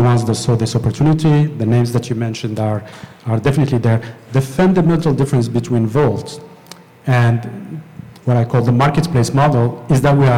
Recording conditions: busy venue